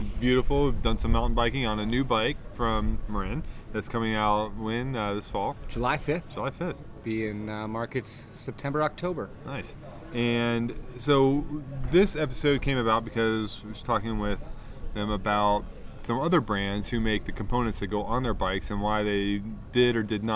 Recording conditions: wind noise